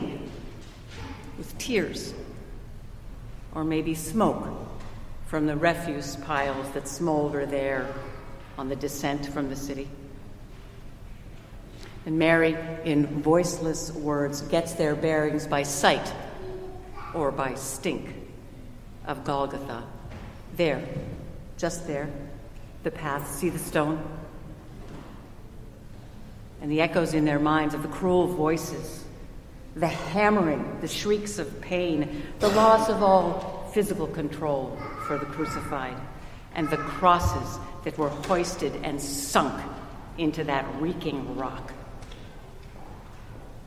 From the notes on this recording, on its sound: Recorded at Trinity Church in Princeton, NJ.